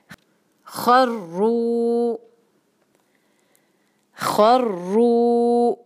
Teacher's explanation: رگڑ کی آواز ہوتی ہے اور کیسی جیسے ہم جب رات کو سوتے ہوئے ہمارے خراٹوں کی آواز ہوتی ہے